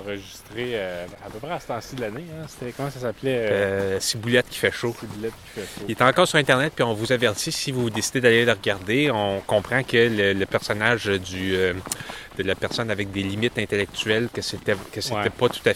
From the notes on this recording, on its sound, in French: Enregistré dans les rues de St-Hyacinthe